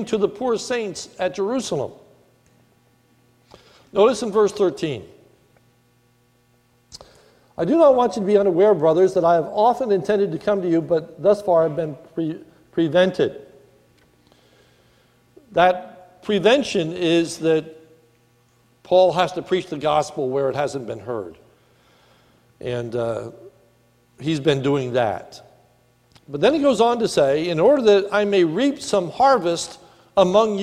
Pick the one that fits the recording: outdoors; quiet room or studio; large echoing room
large echoing room